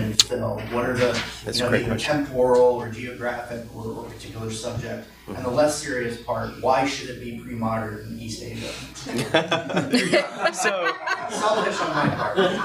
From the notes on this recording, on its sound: This episode was recorded live during a conference session, so please excuse any irregularities in audio quality.